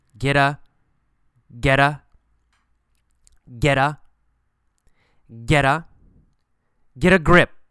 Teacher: Get and a are pronounced like one word.